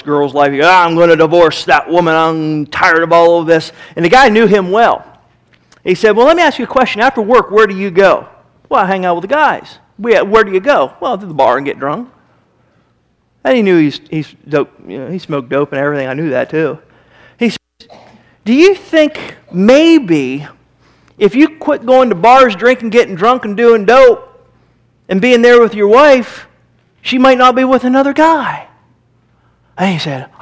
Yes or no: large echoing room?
yes